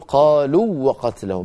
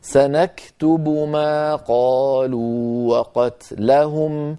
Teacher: يعني لا نقول لقد سمع الله قول، أو نقول سنكتب ما قالوا وقتلهم، لا نقول ذلك، لا نقول قالوا وقتلهم، بل نقول سنكتب ما قالوا وقتلهم، ما قالوا وقتلهم لوا، فنمد الواو الأولى ونعطيها حقها من الزمن · Shown in: second take · Term: حرف مد